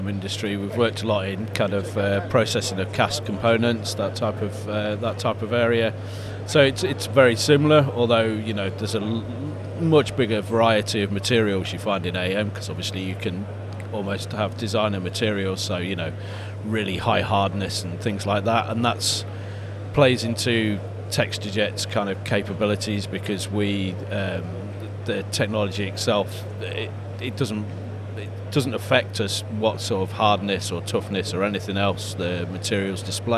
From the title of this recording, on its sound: Live from formnext 2022